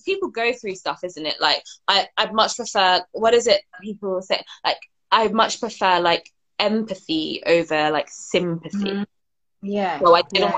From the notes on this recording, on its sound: hosted on Instagram Live during the summer of 2020